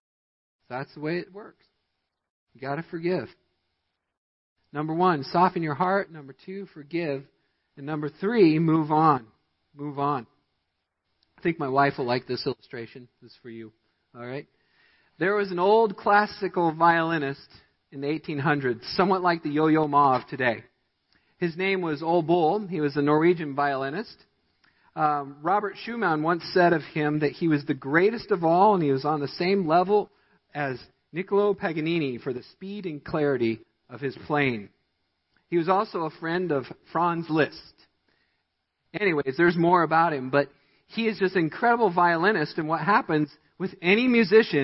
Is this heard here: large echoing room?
yes